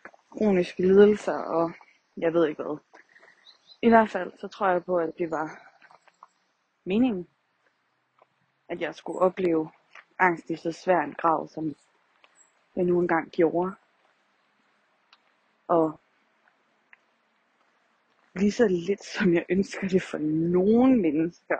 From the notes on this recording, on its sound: Walk & Talk. I dagens afsnit er jeg ude og gå en tur og tager jer med!